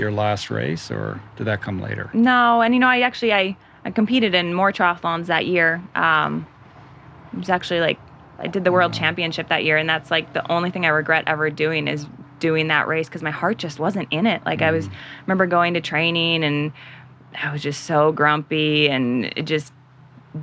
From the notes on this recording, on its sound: a great conversation and audience Q&A conducted outdoors with my fellow Jaybird retreat attendees